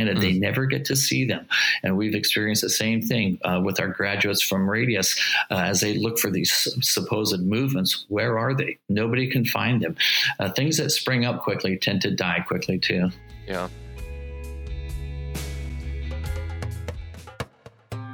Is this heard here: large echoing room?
no